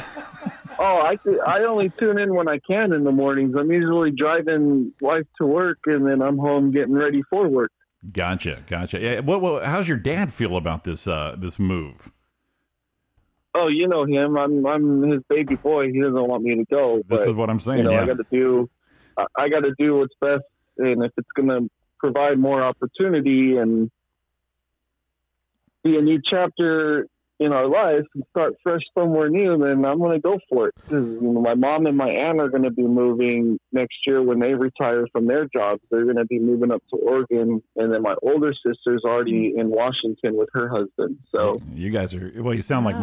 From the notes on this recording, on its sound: It’s phone call mania! Listener calls all morning breaking in the new mixing board!